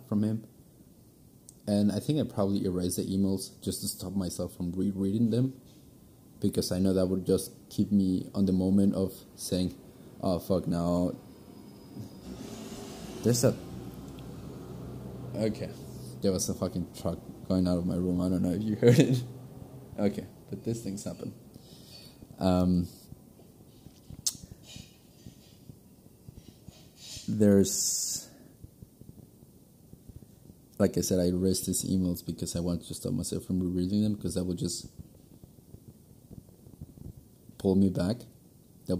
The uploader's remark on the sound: I recorded this tonight and there were some technical issues. Your right ear might be buzzing after the episode.